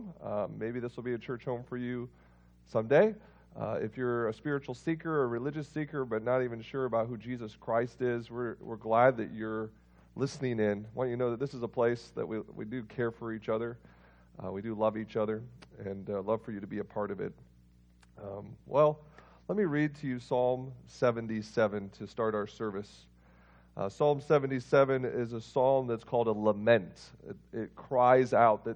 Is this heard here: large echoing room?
yes